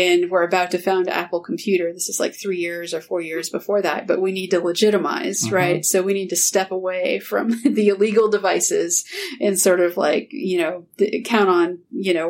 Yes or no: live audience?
no